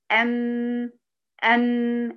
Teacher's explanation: مخرج حرف الميم يكون بانطباق الشفتين، ويصاحب ذلك غنة من الخيشوم